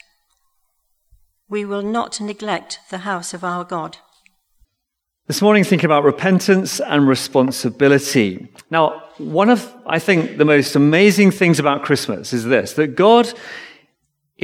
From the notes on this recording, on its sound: Recorded Live stream Sermon from Binscombe Church (BWS) 10th December 2023